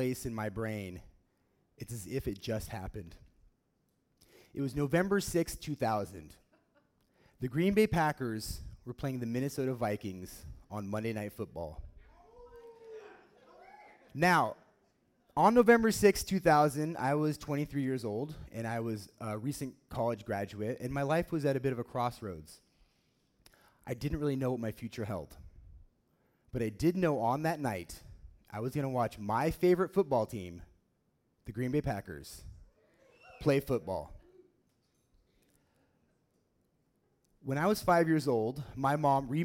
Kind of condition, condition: setting, live audience